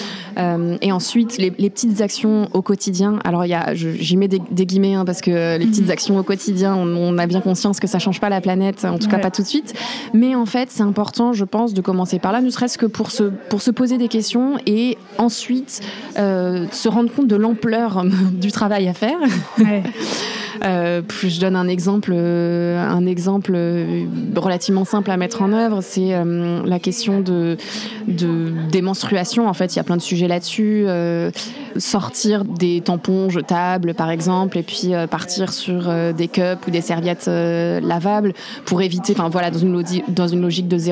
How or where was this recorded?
busy venue